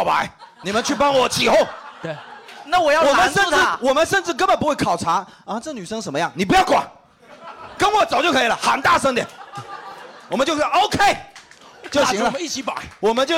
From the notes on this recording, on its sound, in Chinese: 本期现场观众分为两大阵营